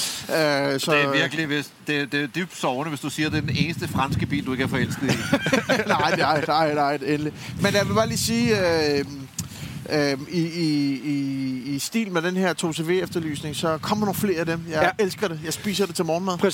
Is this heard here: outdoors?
yes